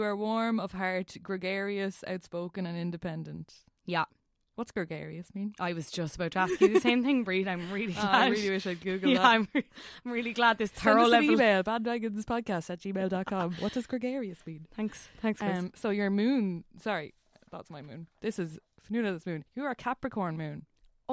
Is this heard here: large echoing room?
no